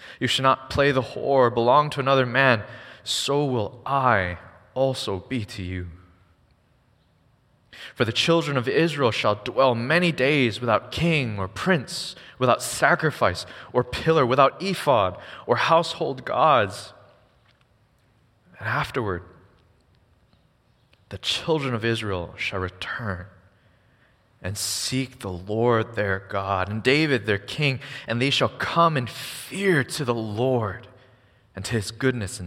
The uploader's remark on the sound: Recorded on February 4, 2024 at Waialae Baptist Church.